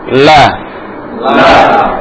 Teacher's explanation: terutama ketika sukun, suara berbelok ke arah samping kiri dan samping kanan · Term: inhirof